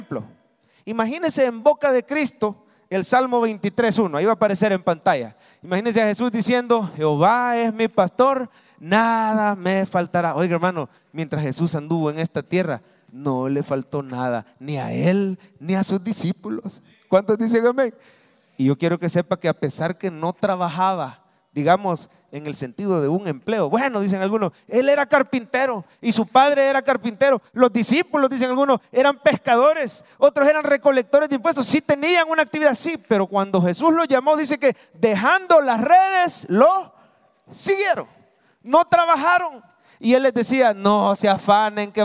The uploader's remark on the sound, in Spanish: Mensaje predicado en vivo desde el Centro Familiar de Adoración, domingo 16 de abril 2023, culto de 9am